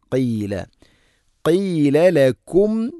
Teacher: ഖാഫ് ചെറുനാക്കിൻ്റെ ഭാഗമാണ് മഖ്റജ്.